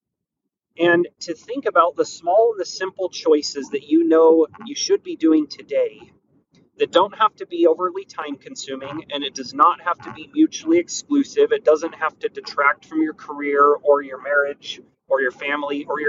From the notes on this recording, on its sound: Sorry about the background noise.